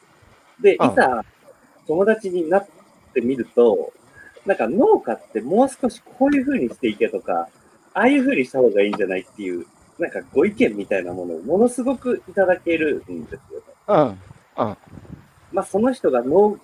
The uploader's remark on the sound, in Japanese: 歩きながら1時間、対談する。